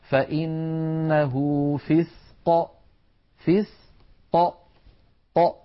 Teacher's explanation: فعند سكون القاف بدلا من أن تخرج القاف بتصادم طرفي المخرج هكذا أق، بدلا من ذلك تخرج هكذا ق ق بتباعد الطرفين. مثلا نقول فإنه فسق فسق ق، فطرفا المخرج يبتعدان عن بعضهما. · Term: صفة القلقلة